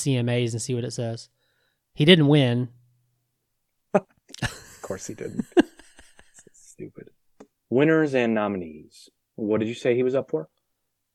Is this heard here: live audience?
no